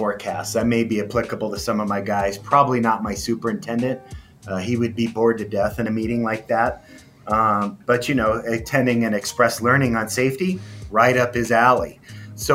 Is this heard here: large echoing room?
no